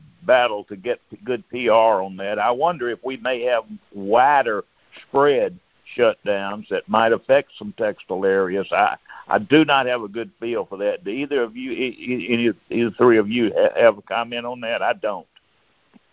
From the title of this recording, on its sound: Monthly Conference Call